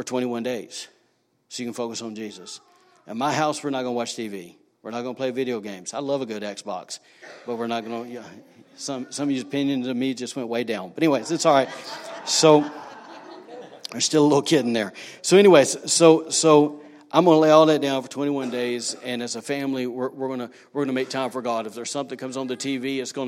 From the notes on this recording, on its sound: was recorded on Sunday, March 24, 2019, during service at The Anchor Church in Rockport, ME.